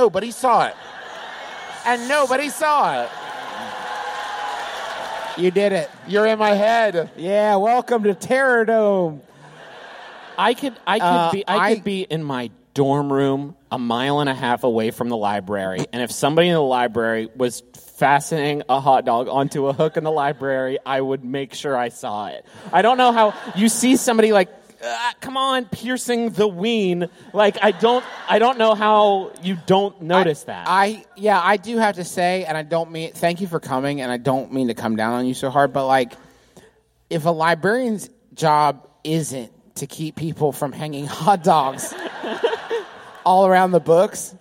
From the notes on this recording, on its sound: Here's another one of our live shows from our recent tour of America's most Northeastern reaches -- this time from the Wilbur in Boston! This was our first of two shows that night.